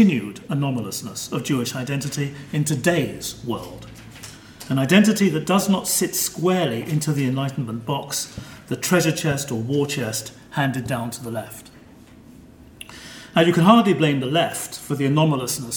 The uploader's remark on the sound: This paper was given on 16 May 2013 at the German Historical Institute London as part of the European Leo Baeck Lecture Series London, 2013.